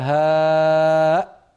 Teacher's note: كيف أخرج هذه الهمزة الساكنة بقفل الوترين الصوتيين في الحنجرة السفهاء فإذا قفلنا الوترين خرجت الهمزة الساكنة معنا اتصال من سوريا